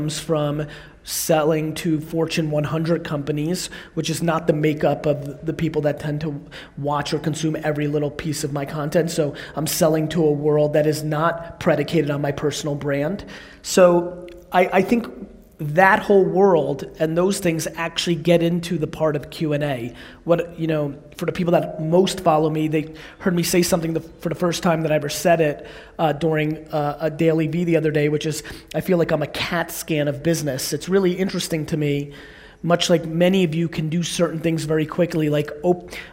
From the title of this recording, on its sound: A Keynote: EntreCon, Salt Lake City 2017